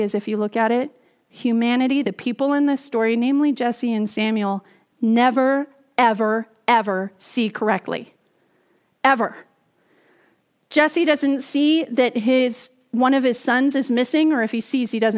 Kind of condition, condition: setting, large echoing room